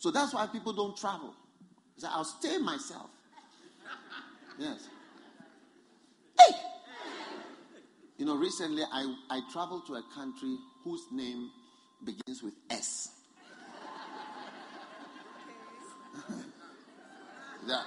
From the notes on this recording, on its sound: Preached at a Healing Jesus Pastors' conference in Gaborone, Botswana on the 17th - 26th of September 2019